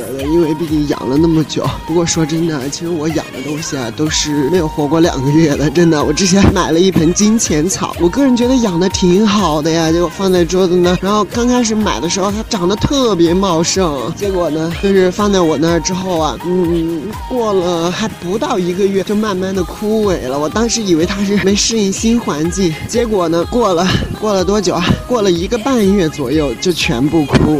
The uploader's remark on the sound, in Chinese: 录制在城市的车水马龙让你近距离感受武汉的气息。